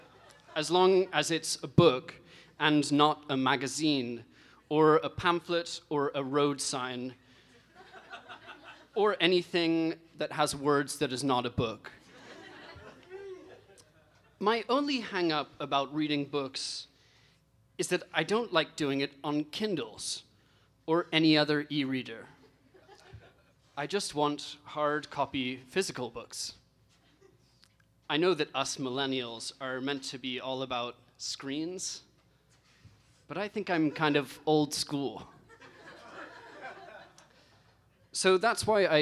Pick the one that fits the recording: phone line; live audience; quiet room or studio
live audience